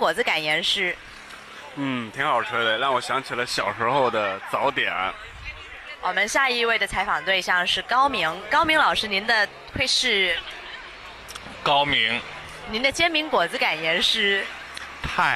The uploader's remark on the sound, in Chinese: 京津沪粤湘推友腐败团现场报道。热情好客的天津推友更是排着长队买了18份煎饼果子等着一群疯子驱车赶来。让我们听一听来自现场的声音。